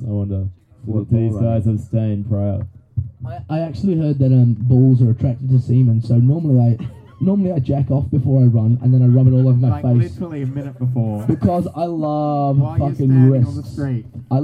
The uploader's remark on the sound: Live from the Stoke Travel campsite in Pamplona. Straight outta the searing heat.